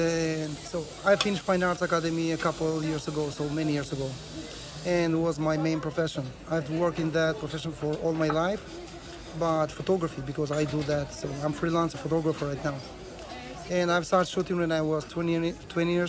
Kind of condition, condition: setting, outdoors